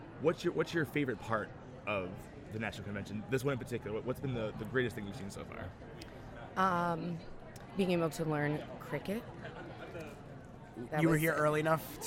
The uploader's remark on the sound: Live from SHAPE Nashville Day 2!